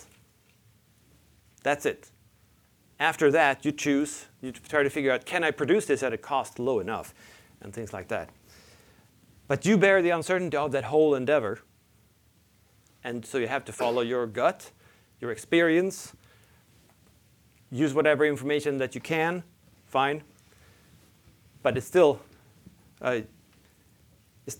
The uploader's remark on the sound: Recorded at the Mises Institute in Auburn, Alabama.